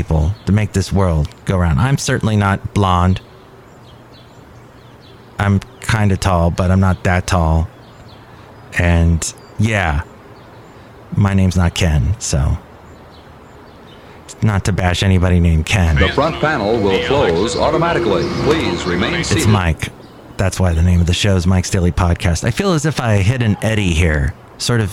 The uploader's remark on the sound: Podcasts live from Café Anyway.